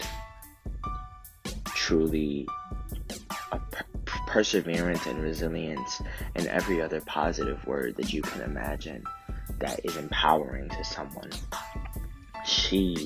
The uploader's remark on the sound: I am a novice with recording and editing my own podcast so pardon the sound quality.